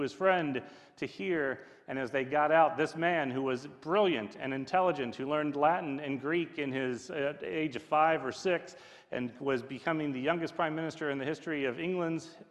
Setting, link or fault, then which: setting, large echoing room